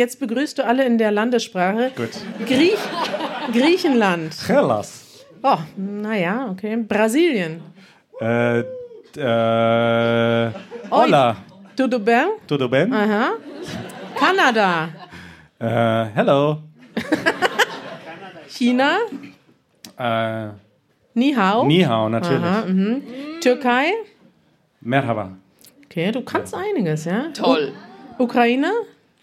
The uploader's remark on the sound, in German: Wir sind in Zürich und podcasten live vor Publikum.